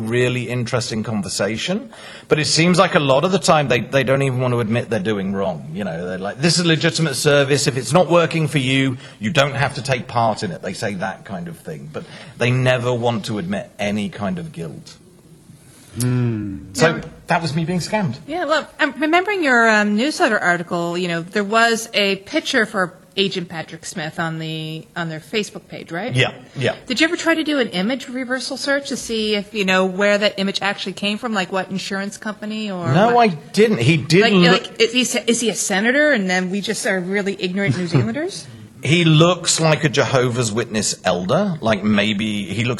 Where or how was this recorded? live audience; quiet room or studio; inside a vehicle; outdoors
live audience